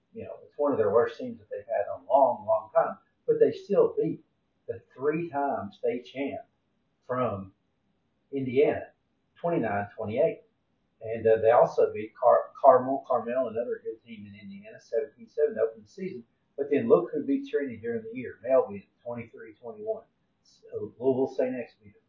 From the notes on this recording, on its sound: sorry that the sound/audio quality is not as great as usual, but you can still hear.